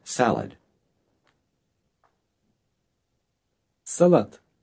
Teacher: The last letter sounds like a T, not a D.